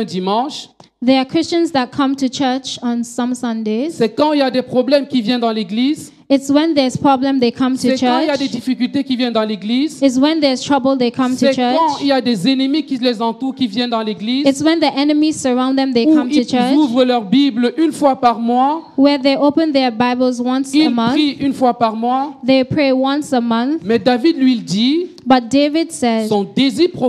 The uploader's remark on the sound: Preached during Joyful Hour Sunday Service